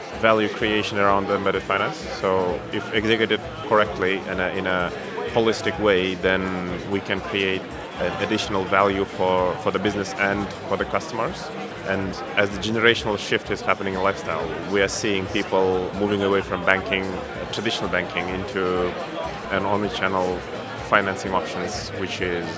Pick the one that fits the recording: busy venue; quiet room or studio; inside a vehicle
busy venue